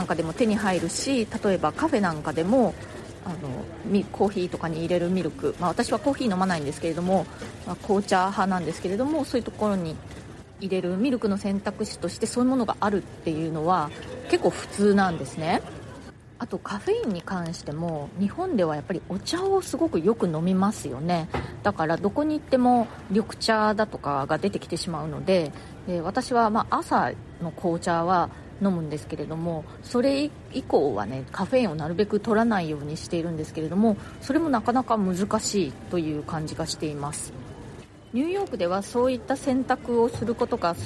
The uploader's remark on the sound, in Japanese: 下北沢駅前で録音してます